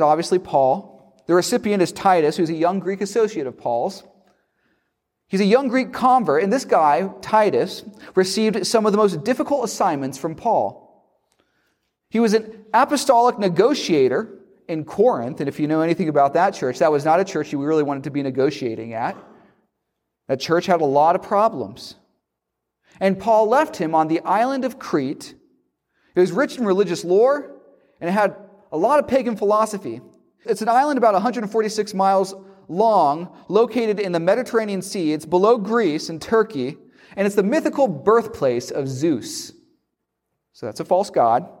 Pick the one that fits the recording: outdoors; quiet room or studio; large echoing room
large echoing room